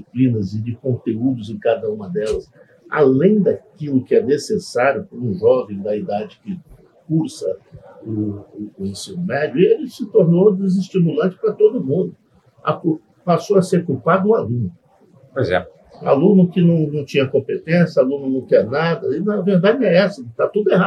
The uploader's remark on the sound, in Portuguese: Este episódio foi gravado durante o XV CBESP, principal congresso da educação superior brasileira.